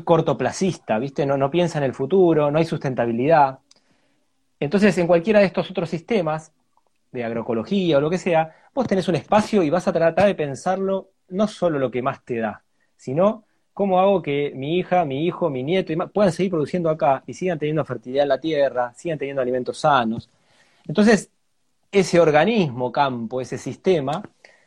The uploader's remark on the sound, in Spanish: Audio de la charla en vivo por Instagram